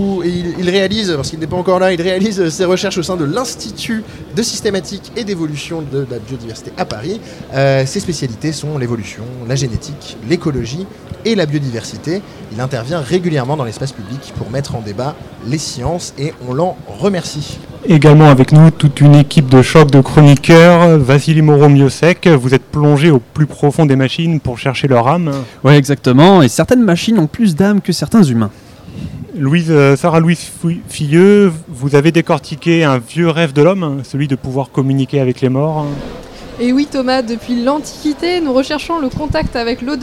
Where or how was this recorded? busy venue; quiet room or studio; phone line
busy venue